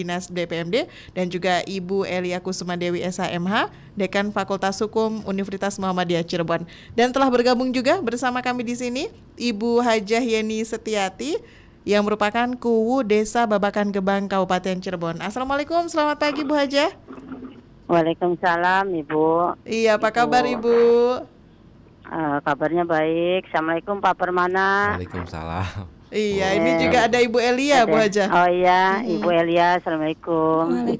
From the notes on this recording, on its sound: by phone